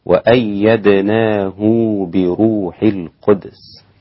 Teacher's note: فإن الإمام ابن كثير يسكن الدال في كلمة القدس